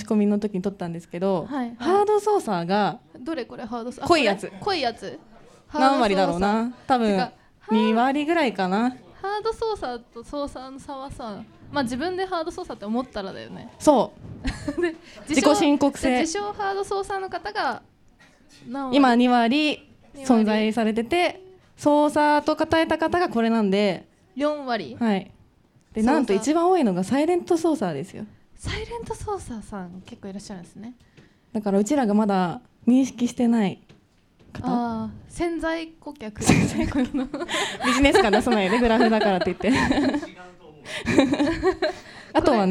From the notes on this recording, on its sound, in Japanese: 公開収録。